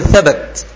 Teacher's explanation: ولابد أن تخرج اللسان في الثاء. طب ما بيقول كلمة تخرج اللسان ديت مصطلح عمي، لكن مش كده غلط، يعني في مصطلح العلماء اخرج اللسان ده غلط، ولكن بنقولها كده علشان نيسر، وإلا فإن اللسان أو هذا الثاء مخرجها ظهر طرف اللسان عند التصاقه برؤوس الثنايا العليا.